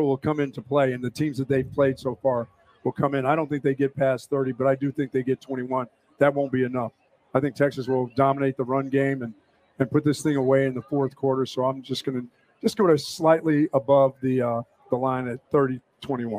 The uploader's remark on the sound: Pregame Show LIVE from the State Fair of Texas